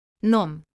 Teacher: in the word nome, meaning name, the final E is not pronounced. This silent E is represented in the IPA by the symbol I.